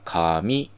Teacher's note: これは最初が低いので、2番目は必ず高くないといけません